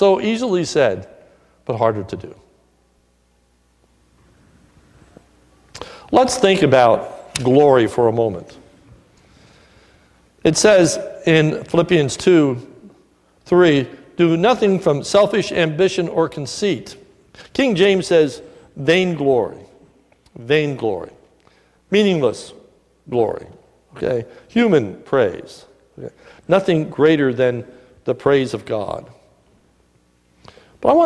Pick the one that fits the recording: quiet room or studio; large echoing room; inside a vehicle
large echoing room